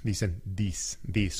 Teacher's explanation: like as if it was a D instead of a TH. Pero para hacer el sonido del TH, de TH, en vez de del sonido de la D, lo que tiene que hacer es poner la lengua enfrente de los dientes de arriba, ¿sí?